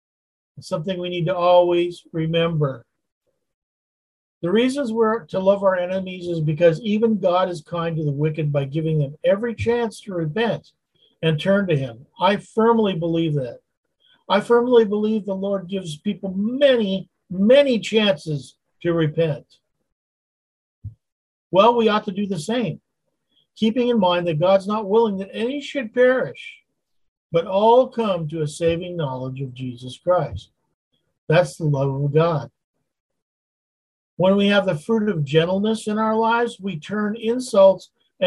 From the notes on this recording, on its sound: Continues his Wednesday Zoom study in Galatians chapter 5.